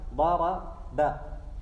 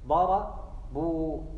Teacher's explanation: ها سكنت الشفتين لم تحركهما، بخلاف ضار باء تجد انك تفتح الشفتين، هنا مبني على الفتح. ضار بو تضم الشفتين